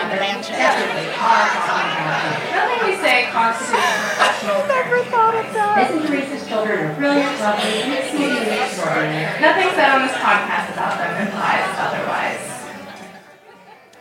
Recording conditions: busy venue